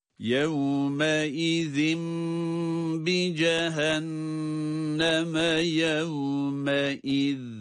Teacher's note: Bu yevme izinde her ikisinde de zal harfleri ince olarak ve peltek olarak okunacaktır.